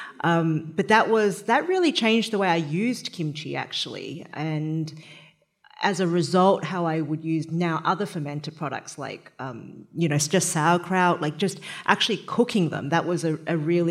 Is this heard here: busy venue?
yes